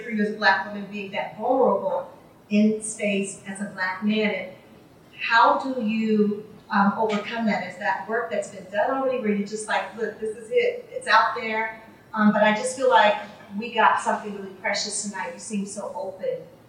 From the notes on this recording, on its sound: Their conversation was recorded at Powell’s Books in downtown Portland.